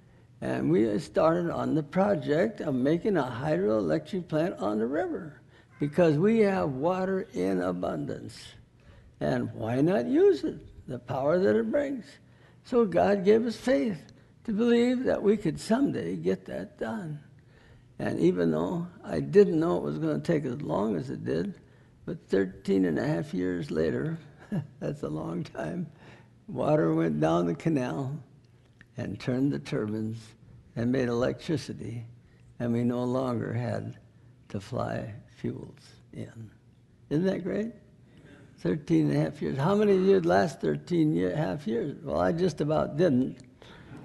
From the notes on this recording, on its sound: NBC 2009 Missions Conference. Sermon was recorded October 12, 2009 at Northside Baptist Church of Elkhart, Indiana.